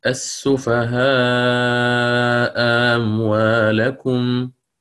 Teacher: أحقق الأولى وأسهل الثانية، أسهلها بين الهمزة والألف، بينها وبين حرف المد المجانس لحركتها · Term: التسهيل